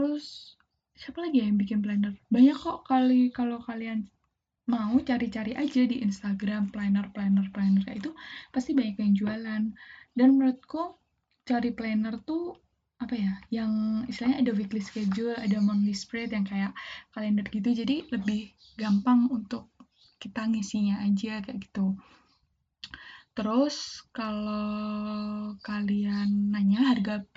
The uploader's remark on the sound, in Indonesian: Feat burung, gluduk, abang siomay. Aku mau minta maaf banget kalo audioku poor: jelek bgt : itu kalo kalian denger banyak suara burung, itu karena tetangga persis depan rumahku pelihara burung banyak bgt gengs jadi di segala sudut rumahku burung-burung itu bakal kedengeran terus.